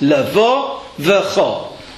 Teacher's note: Slight stress on the vo, main stress on the cho.